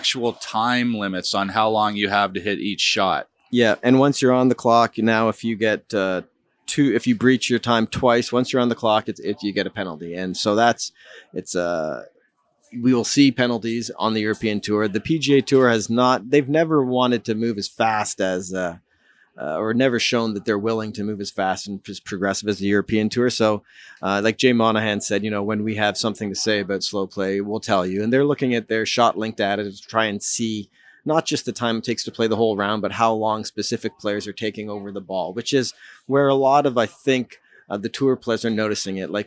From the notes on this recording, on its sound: On-site at CP Women's Open. This week's episode is taped at Magna Golf Club from the CP Women's Open.